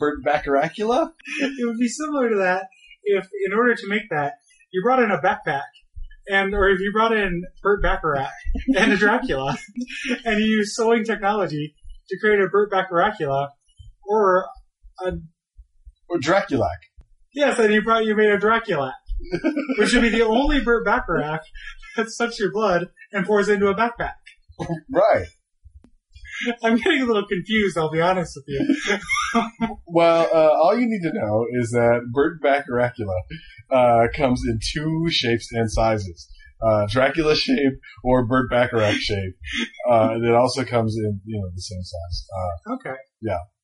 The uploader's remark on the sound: Apologies for the sound quality.